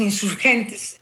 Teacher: la E final apenas se hace audible cuando hablamos rápido